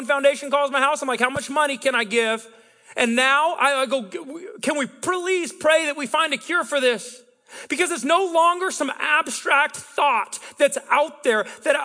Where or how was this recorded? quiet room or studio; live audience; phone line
live audience